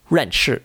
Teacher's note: It starts high and ends low, also called the descending tone. It has a lot of energy and it comes down fast. · Term: fourth tone